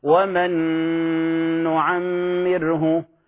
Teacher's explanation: الغنة هنا للنون التالية لأن النون الأولى أضغمت كاملة، لأن النون الأولى وهي ومن وأضغمناها نعمره أضغمت كاملة، فنقول ومن نعمره. · Term: إضغام بغنة كامل